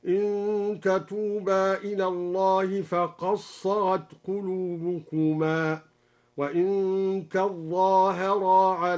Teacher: قرأ الدوري بإضغام الدال في الصاد، وقرأ تظاهرا بتشديد الظاء، وأصله تتظاهرا، أدغمت التاء في الظاء